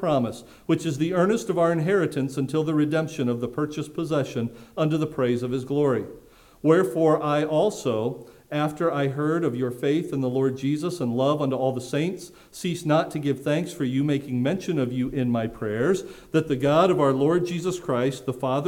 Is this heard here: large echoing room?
yes